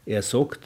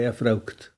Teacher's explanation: Während fragen ein langes A gehabt hat, und das wird in der Oberpfalz eben verzwielautet zu au. · Shown in: second take · Darum heißt dann, er sagt, aber er fragt.